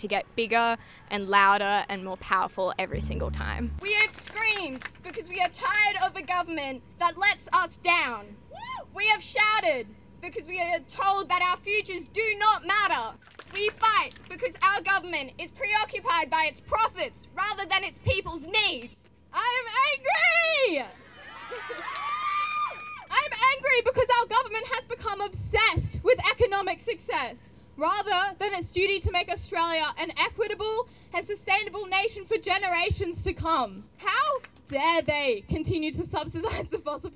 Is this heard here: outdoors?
yes